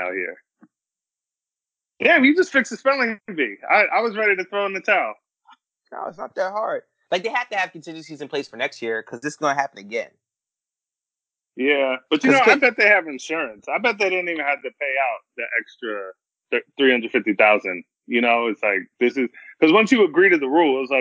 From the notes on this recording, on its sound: Sorry about the sound quality